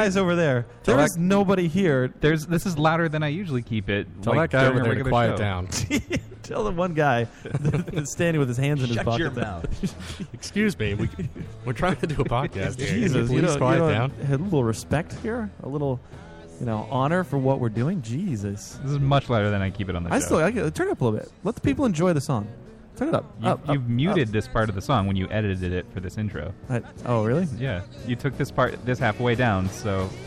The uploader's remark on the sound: We broadcast live from TerrorCon Rhode Island!